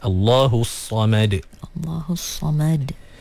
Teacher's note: Samad. Sebab sad dia tebal. Mim kena nipis.